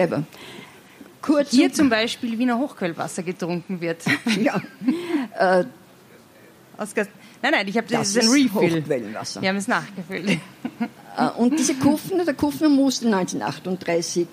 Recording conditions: live audience